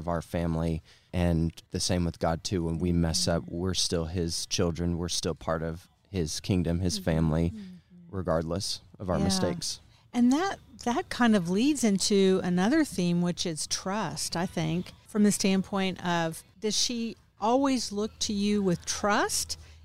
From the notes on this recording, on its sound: Recorded at Wheelers Western Outfitters.